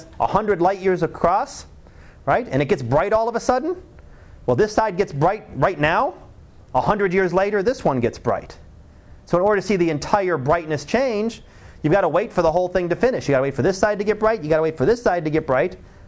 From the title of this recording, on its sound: Live Class Lecture 2013 Nov 18